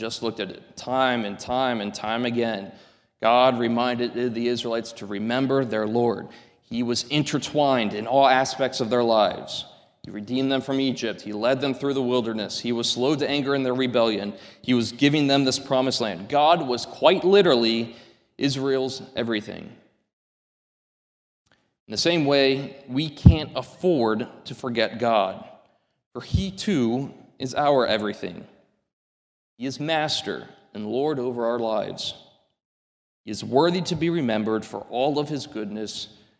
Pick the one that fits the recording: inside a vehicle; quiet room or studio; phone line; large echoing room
large echoing room